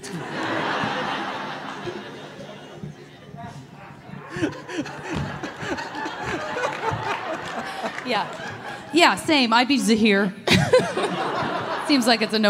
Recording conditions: busy venue